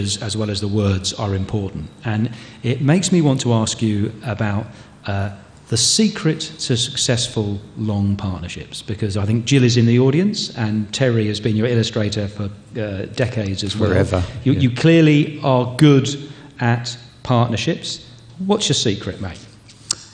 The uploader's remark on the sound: Live from the Castlemaine Festival. Recorded live at the Castlemaine State Festival. In front of a live audience.